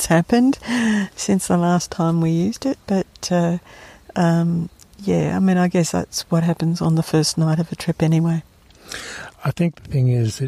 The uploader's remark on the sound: Includes recordings from the first 1/3 of this 123km trail and provides a real time overview of our on trail experience.